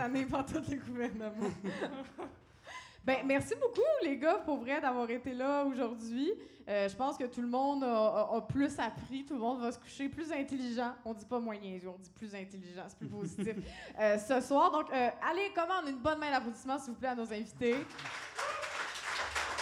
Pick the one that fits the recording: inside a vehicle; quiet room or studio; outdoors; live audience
live audience